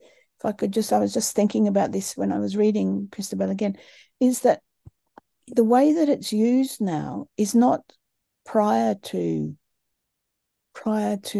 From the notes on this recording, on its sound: A live webinar on Sunday 27th August 2023 10am UK time.